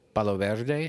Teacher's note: you'd roll the R, wouldn't you? I'm like, and pronounce every vowel different.